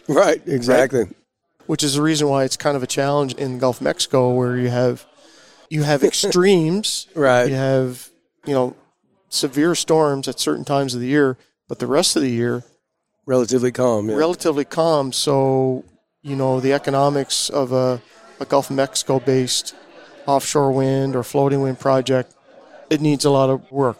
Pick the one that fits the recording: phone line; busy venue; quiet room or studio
busy venue